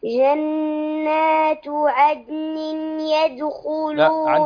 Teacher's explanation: عندنا التنوين وبعده الياء والياء من حروف الإدغام بغنة